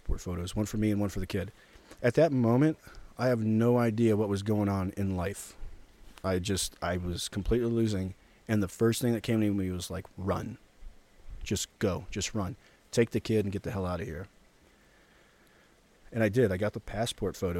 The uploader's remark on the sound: This podcast episode was recorded outside in the middle of Yosemite. Birds and river.